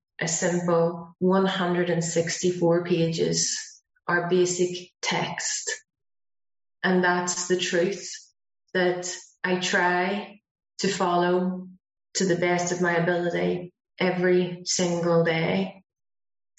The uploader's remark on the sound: speaking at the Broken Elevator zoom meeting